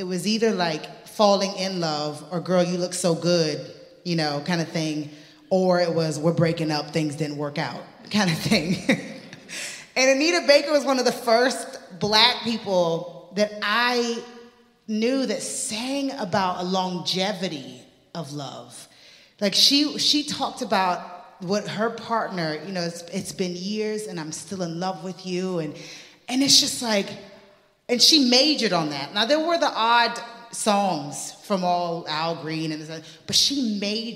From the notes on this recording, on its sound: This conversation was recorded at the 4 Corners Festival in Belfast, Northern Ireland in February 2023.